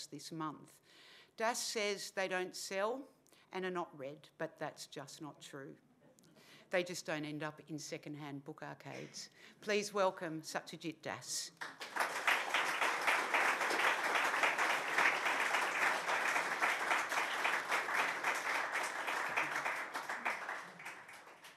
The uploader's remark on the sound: Cole Lecture at the Wheeler Centre